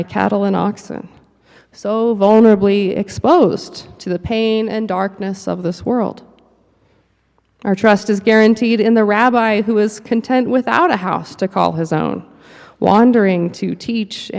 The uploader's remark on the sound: Preached at the Cathedral Church of St. Mark in Salt Lake City.